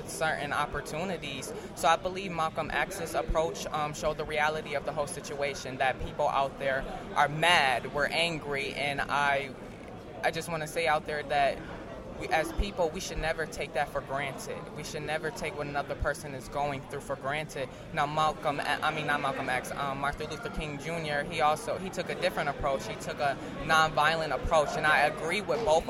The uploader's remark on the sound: live at the Men of Color Summit at SUNY Fredonia in Fredonia, New York